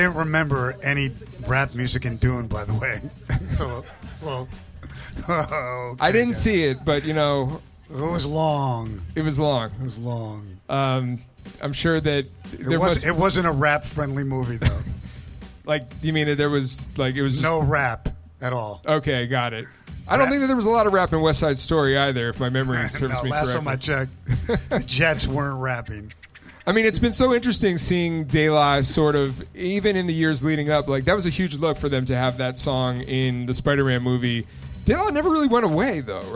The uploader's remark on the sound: Live from LA. Live from Delicious Pizza Hollywood on July 20, 2023.